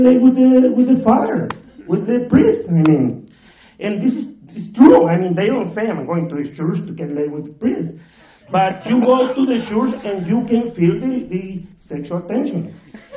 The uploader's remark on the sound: Panel at Horrible Imaginings. Horrible Imaginings Film Festival 2015 has come to an end. To join me on the stage.